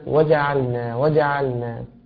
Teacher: القلقلة في كلمة وجعلنا وجعلنا، عليك أن تأتي بالتراجع القلقلة أسرع من ذلك قليلا